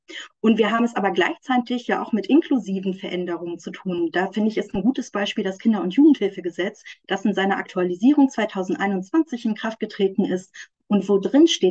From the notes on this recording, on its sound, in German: Ein Mitschnitt aus der Online-Vortragsreihe des feministischen Wissenschaftskollektivs „Zwischen Institution und Utopie“.